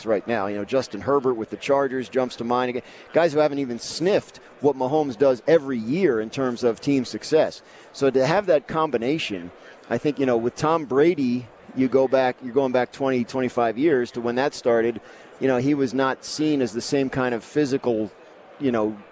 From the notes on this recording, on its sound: Live from Radio Row in Las Vegas. The build-up to Super Bowl 58.